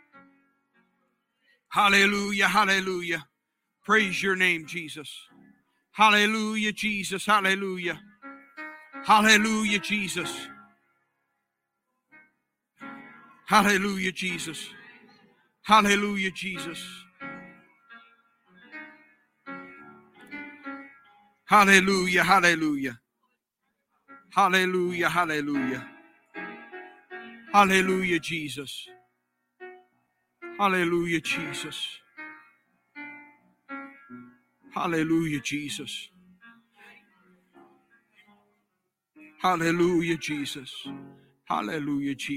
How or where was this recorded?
large echoing room